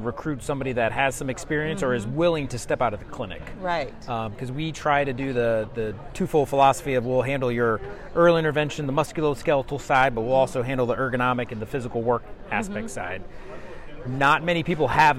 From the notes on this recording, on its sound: VPPPA Live Conference Podcast Interviews. Broadway Ergonomics had the opportunity to participate in the Region 7 VPPPA conference this past June held in Branson, Missouri. As part of our exhibitor booth, we interviewed attendees of the conference for the podcast.